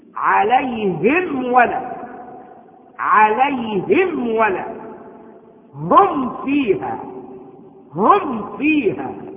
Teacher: مع مراعاة شدة إظهار الميم الساكنة عند الواو والفاء أكثر من غيرهما من الحروف